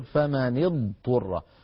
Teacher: فروى لنا التخلص من التقاء الساكنين بالكسر